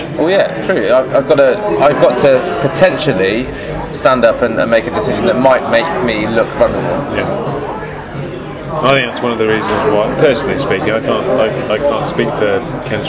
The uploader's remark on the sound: Fountains Abbey, Paddington, UK. The boys enjoy a pint in a pub with a historical connection to Sir Alexander Fleming.